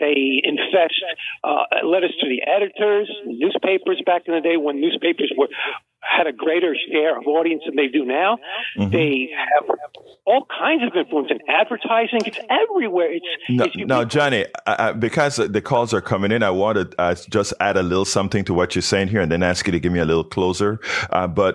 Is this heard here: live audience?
no